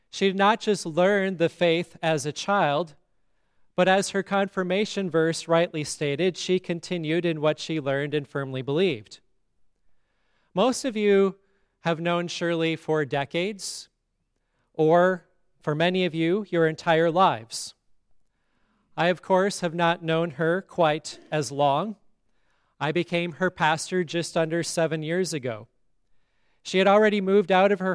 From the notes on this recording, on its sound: Listen to the funeral sermon for Shirley Bertz at Grace Lutheran Church, Lexington, MO.